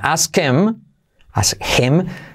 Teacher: Him, her, empiezan con H y se pueden saltar en los dos casos · salto la H y la I como E. No es him, sino him.